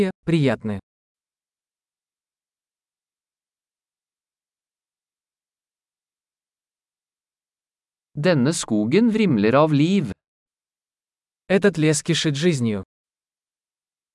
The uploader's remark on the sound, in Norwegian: Stien som slynger seg gjennom skogen er et eventyr. Er det ikke herlig å se disse ekornene løpe? Lyden av den ravende bekken er terapeutisk.